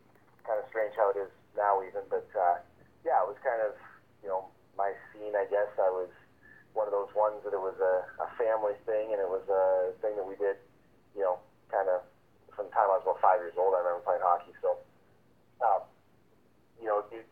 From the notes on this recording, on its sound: from the Nashville Predators calls